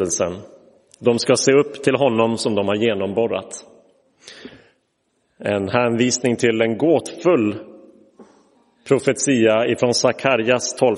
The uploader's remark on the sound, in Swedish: Inspelad i Roseniuskyrkan den 7 april 2023.